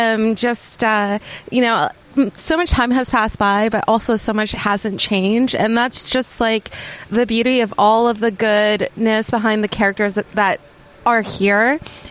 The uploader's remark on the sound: interviews some friends of the show live from DLGcon 2023